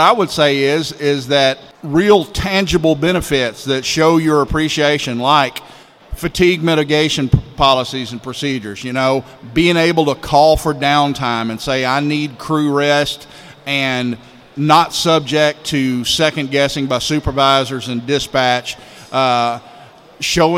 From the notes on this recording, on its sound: Live from Initial Assessment Conference